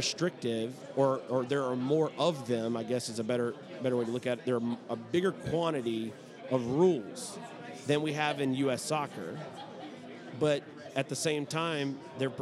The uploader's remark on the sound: Live at the Bar of the US Soccer AGM